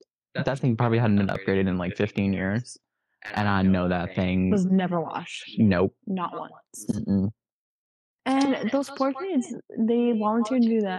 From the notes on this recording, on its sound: Please bare with the audio problems just for this first episode.